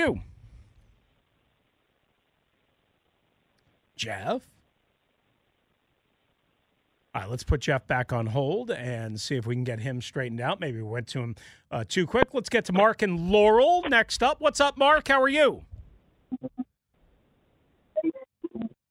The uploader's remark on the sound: Back to the phone lines